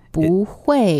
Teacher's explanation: So when we put 不 before a fourth tone, it always becomes a second. · Term: tone change